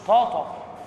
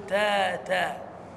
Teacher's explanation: طاء تحس انها تخينة فخمة سمينة، التاء حرف نحيل